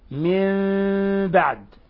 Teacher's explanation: قلوبكم من بعد، ومن بعد هذا مثال للحكم التجويد المتعلق بالنون الساكنة والتنوين بعد الباء، والذي يسميه القراء الإقلاب. الإقلاب يعني قلبنا النون الساكنة ميما مخفاة عند الباء